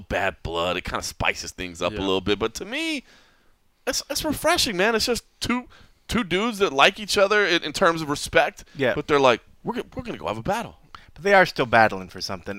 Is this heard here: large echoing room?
no